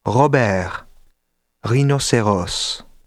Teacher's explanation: While the English R sound is made with the tongue, the French R is generally guttural, produced in the back of the mouth